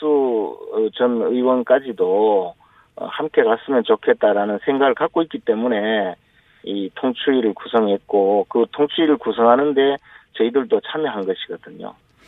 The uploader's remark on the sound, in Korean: 전화연결